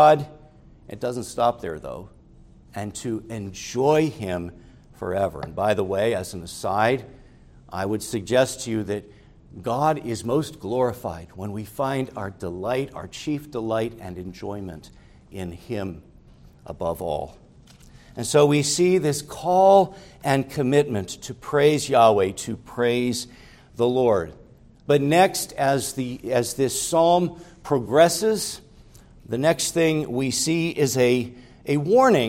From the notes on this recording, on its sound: preached at Grace Orthodox Presbyterian Church in Sewickley, PA, during the evening Worship Service on Sunday, August 20, 2023